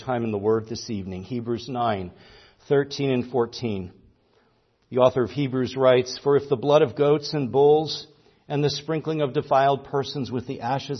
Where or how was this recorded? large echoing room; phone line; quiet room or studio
large echoing room